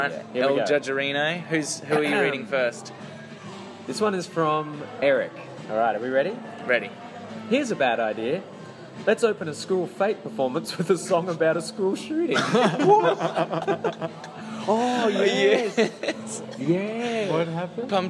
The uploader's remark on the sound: Recorded live at Maroochy RSL, Maroochydore QLD.